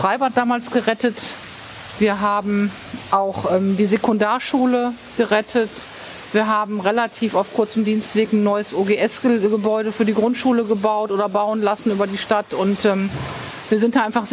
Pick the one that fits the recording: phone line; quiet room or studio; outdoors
outdoors